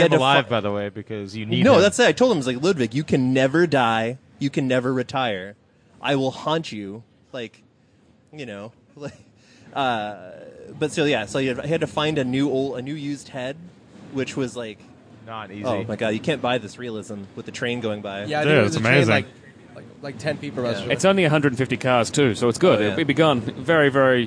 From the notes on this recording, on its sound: Live from Luftgekühlt 5. Because this is outdoors at a car show, we apologize for the wind noise and some of the audio fluctuation but, really it's not that bad and this is guerilla podcasting, damnit.